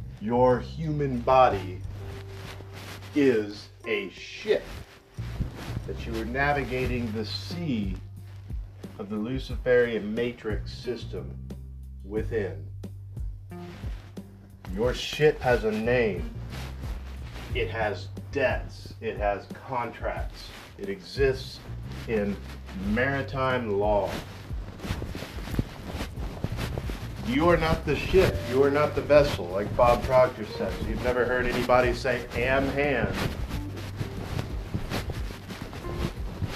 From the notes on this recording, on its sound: Sorry for mic interference. Used airpods instead of lapel mic.